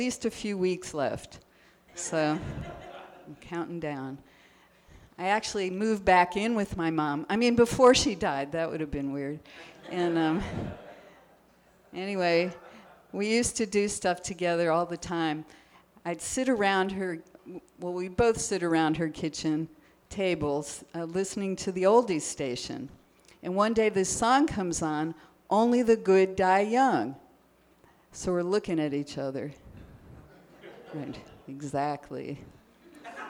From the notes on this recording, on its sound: Live Show. Including questions from the audience.